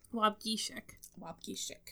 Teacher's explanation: Like, he has it spelled phonetically Wobgeesh-ik. And the geesh is like the emphasis.